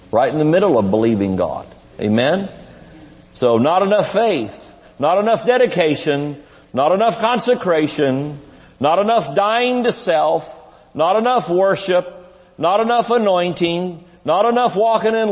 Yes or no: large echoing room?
yes